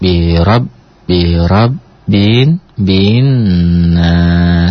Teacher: Kenapa ditahan? Karena ada nun yang bertasdid.